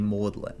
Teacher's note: the G in Magdalene was essentially not pronounced